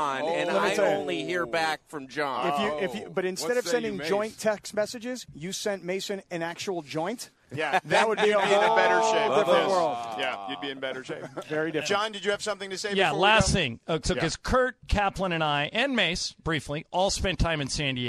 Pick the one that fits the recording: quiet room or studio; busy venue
busy venue